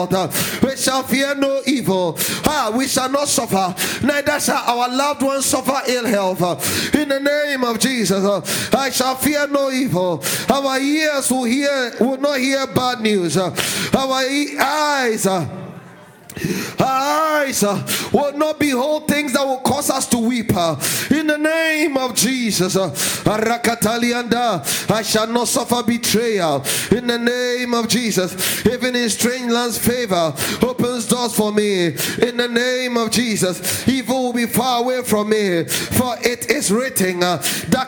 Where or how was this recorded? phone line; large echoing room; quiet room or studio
large echoing room